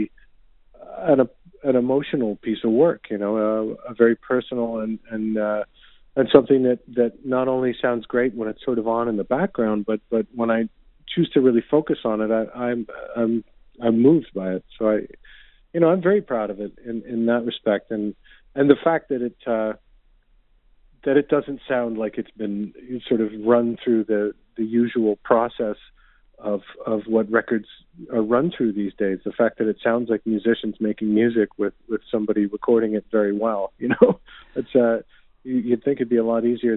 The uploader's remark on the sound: called